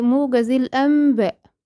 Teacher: موجز الانباء، من غير ما حد يقولك، لانها اسهل. انت لغيتي لوحدك النون وحولتيها الى ميم وغيرتيها خالص، حولتيها، وهو معنى القلب لغة.